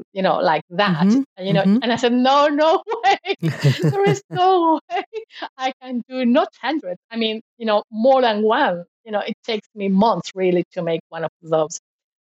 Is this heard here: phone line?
no